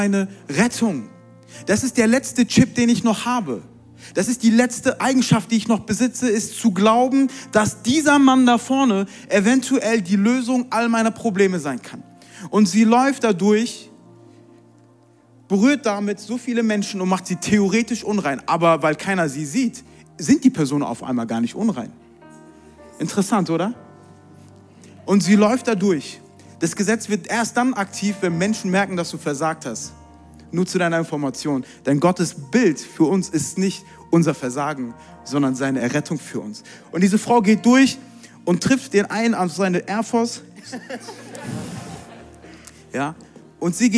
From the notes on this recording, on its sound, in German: Zeal Church Leipzig. Audiomitschnitt der Predigt.